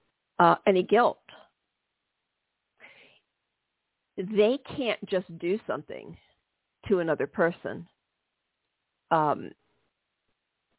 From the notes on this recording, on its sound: This is a live call-in show.